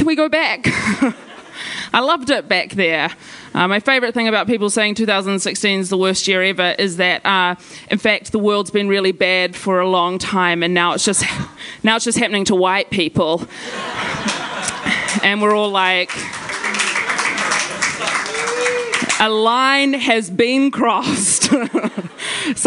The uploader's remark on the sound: Recorded live at The Basement Theatre.